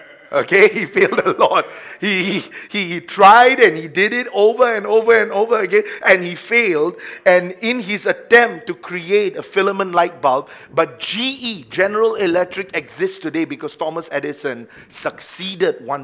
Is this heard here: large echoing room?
yes